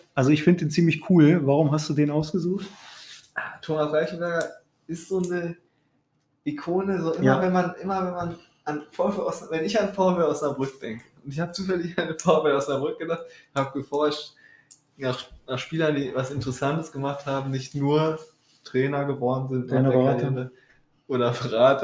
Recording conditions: poor sound quality